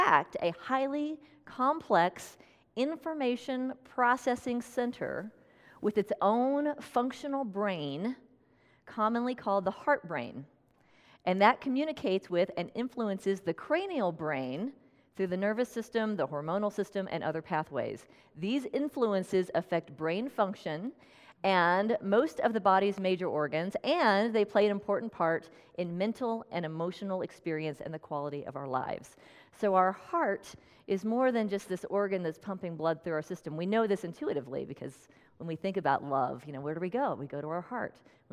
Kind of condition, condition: setting, large echoing room